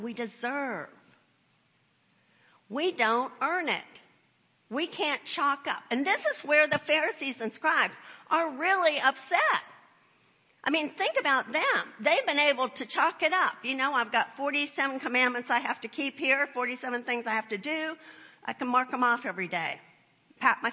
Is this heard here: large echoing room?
yes